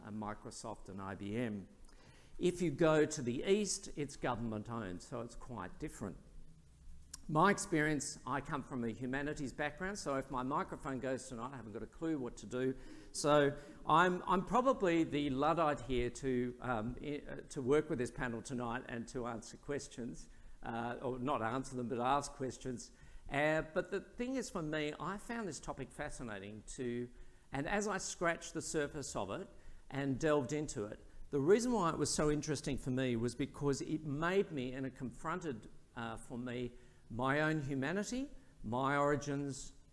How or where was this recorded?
live audience